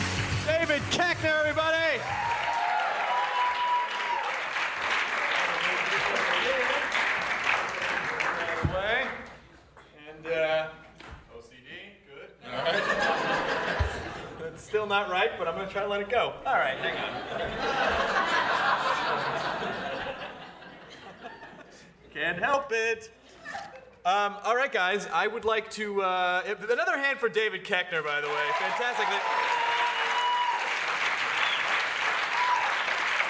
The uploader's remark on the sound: This podcast was recorded at Largo in front of many wonderful nerds